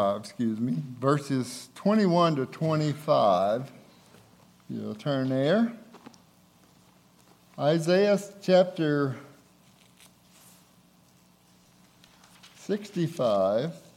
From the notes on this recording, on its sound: recorded on February 3, 2024, at Ringgold Seventh-day Adventist Church